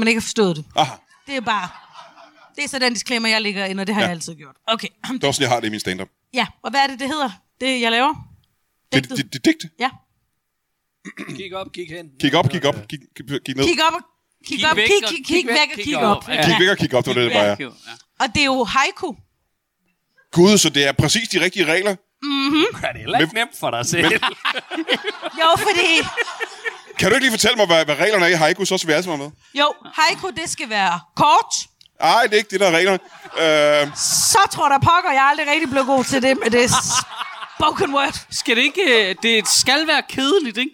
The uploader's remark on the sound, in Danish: LIVE fra HCA Comedy Festival. Optaget live på Studenterhuset i Odense under HCA Spoken Word festivalen.